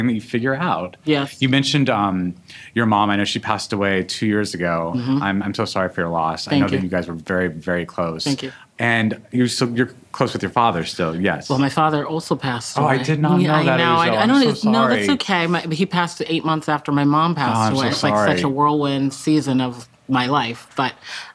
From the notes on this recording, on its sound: At the Front Yard in North Hollywood.